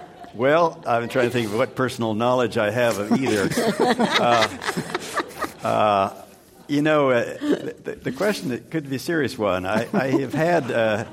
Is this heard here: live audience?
yes